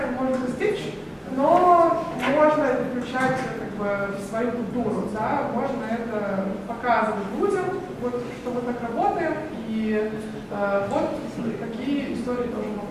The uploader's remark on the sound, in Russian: GameDev митап F2022 в Тбилиси 22.12.2022